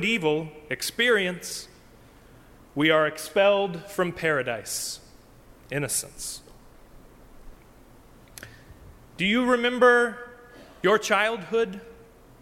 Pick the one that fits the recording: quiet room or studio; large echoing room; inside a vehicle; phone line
large echoing room